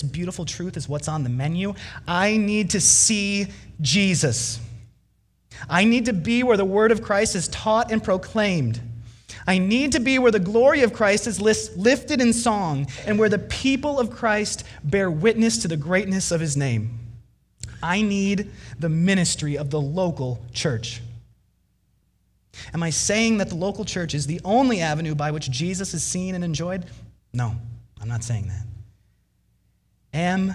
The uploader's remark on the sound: Delivered Sunday, December 29, 2019 at Woodridge Community Church (New Berlin, WI).